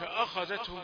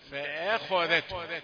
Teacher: الخاء مفخمة مرققة والذال مرققة · Shown in: second take · ما أقولش أخذتهم لا السرعة تخلينك إيه نضغط الحروف في بعضها أقول لا فأخذتهم.